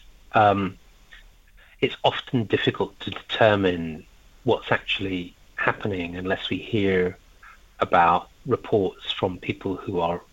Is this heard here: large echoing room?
no